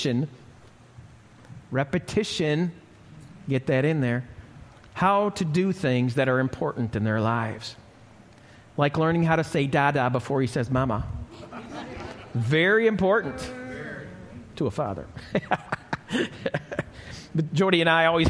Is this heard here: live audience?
yes